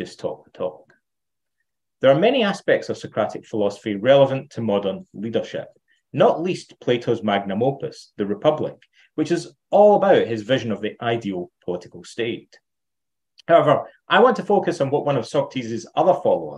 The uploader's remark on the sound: Plato’s Academy Centre virtual conference.